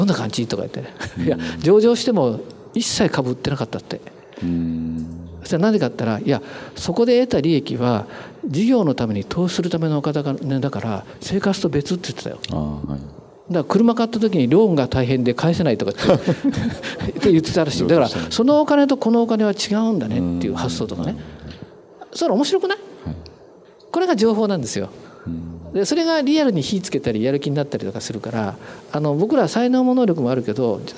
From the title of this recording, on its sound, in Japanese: 大阪公開収録